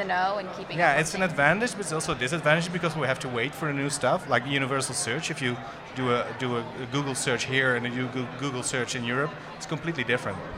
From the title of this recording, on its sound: Live from SES New York 09